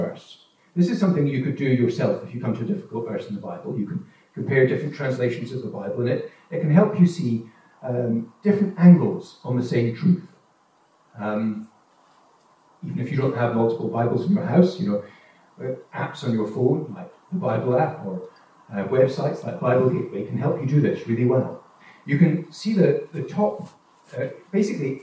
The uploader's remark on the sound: Note that the recording quality of this sermon is lower, due to technical problems during recording.